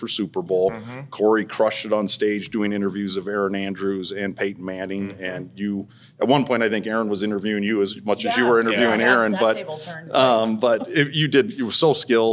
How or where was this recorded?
busy venue